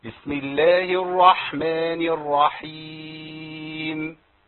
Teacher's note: ما تحاش الكسر قوي في الباء في بسم